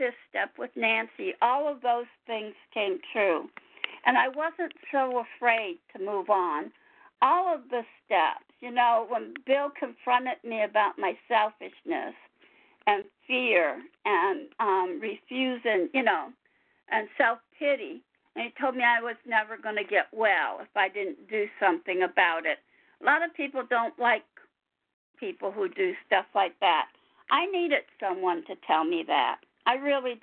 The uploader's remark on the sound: 100 Pounders Phone Meeting